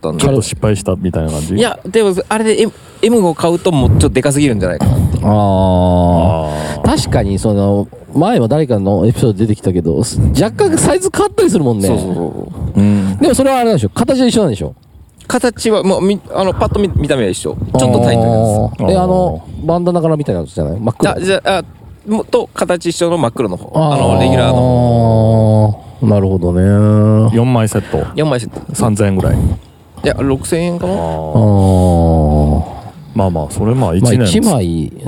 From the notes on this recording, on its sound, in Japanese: 収録場所 宝船温泉ファミリーキャンプ場。深夜収録。収録場所 宝船温泉ファミリーキャンプ場 滋賀県。ショートトークでつないで収録。